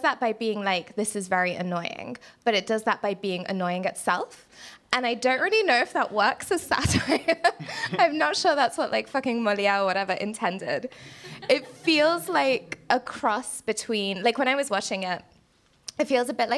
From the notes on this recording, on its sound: An edition recorded live at Edinburgh International Film Festival 2022. The Cineskinny was recorded in front of a live studio audience. Recorded at Codebase.